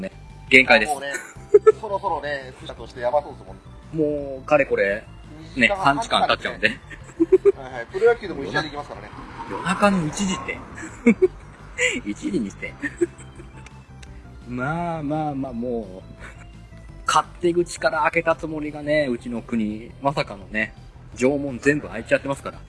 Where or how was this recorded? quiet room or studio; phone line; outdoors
outdoors